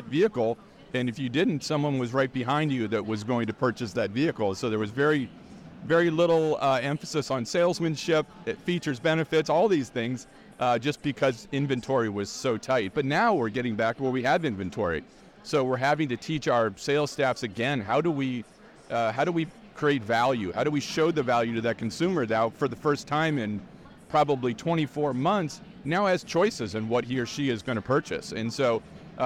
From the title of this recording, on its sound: "Live" from NADA 2024